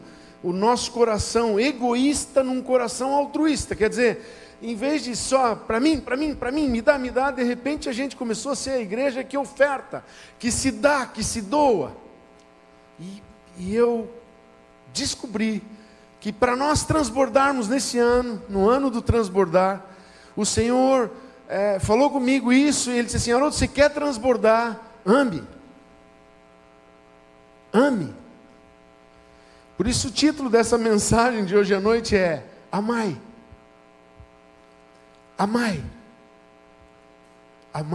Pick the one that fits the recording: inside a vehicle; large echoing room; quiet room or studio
large echoing room